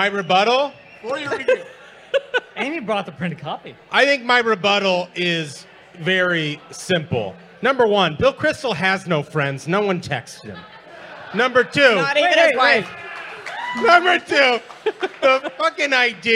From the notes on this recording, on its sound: LIVE! From Washington, DC.